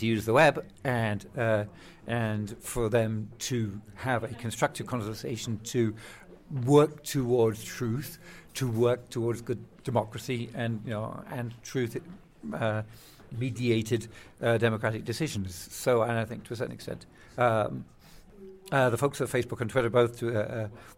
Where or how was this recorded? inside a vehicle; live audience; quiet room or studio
live audience